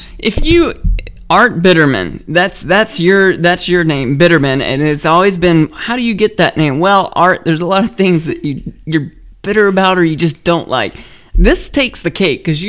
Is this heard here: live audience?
no